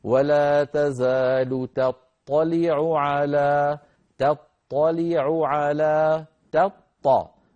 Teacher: التقى هنا في النطق تاء مرققة وطاء مفخمة، وكلا الحرفين من المخرج نفسه، التاء والطاء من المخرج نفسه